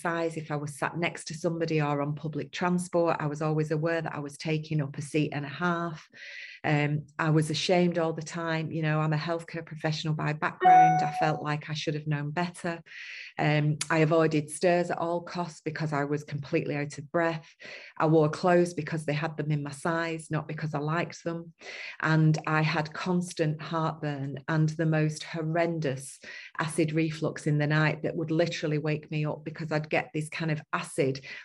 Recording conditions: video call